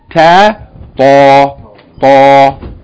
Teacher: Its articulation point is from the top of the tip of the tongue, touching the gums of the upper two front teeth. Like ta, but heavy though.